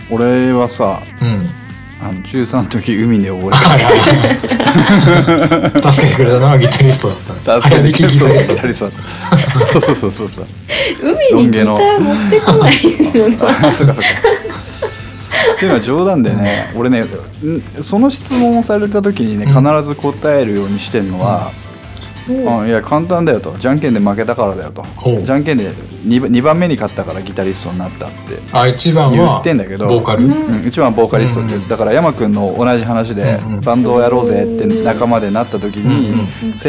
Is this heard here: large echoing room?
no